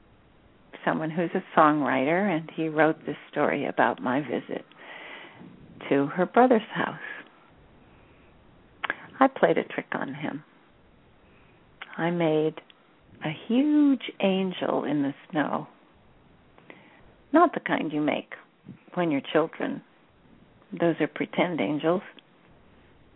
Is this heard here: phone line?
yes